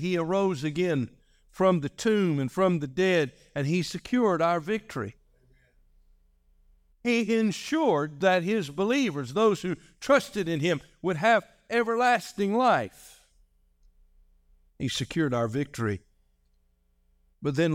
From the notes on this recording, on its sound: This message was delivered on December 17, 2023, during our morning service.